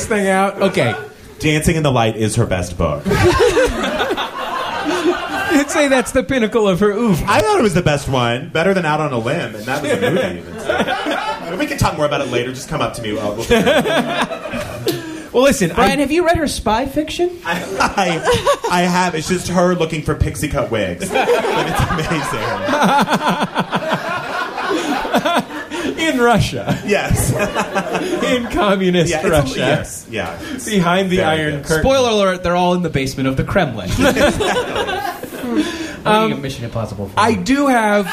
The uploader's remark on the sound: Live at MaxFunCon 2012. For a live show at MaxFunCon.